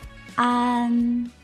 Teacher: 安，它是由“啊”和“嗯”两个音组成的 · Term: 前鼻韵母